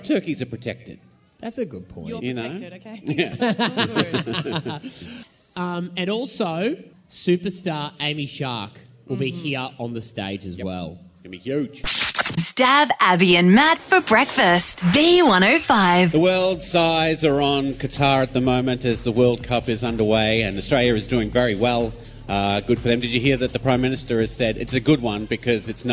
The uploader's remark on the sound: FULL SHOW: LIVE From Eatons Hill Hotel